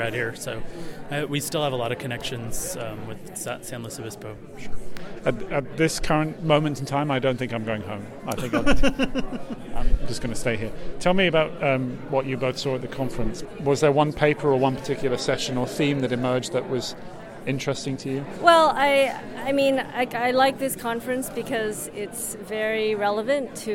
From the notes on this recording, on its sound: Live from day two of NCBDS 32. Special "live" conference podcasts from the 32nd National Conference on the Beginning Design Student (NCBDS) hosted by Cal Poly San Luis Obispo.